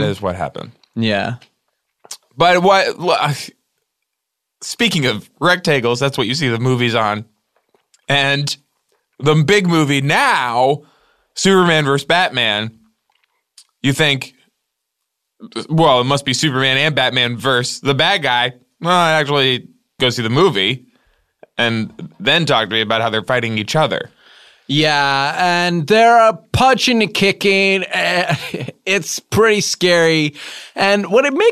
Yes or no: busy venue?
no